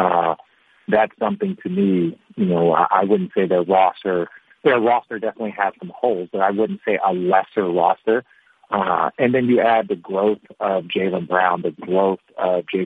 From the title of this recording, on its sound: NBA On Christmas Conference Call